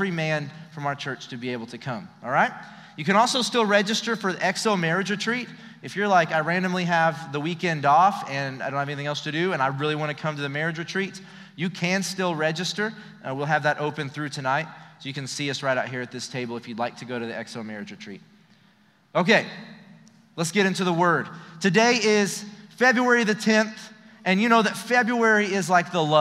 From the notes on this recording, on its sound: Recorded live during our Wednesday night service